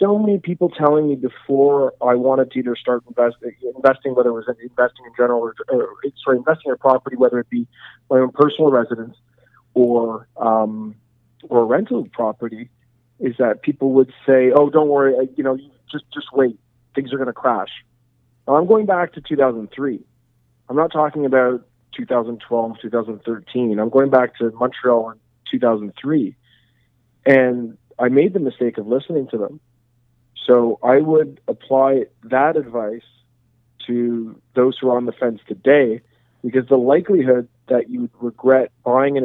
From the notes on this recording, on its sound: We were on a “long distance” phone call. Who is calling us from his hometown of Montreal.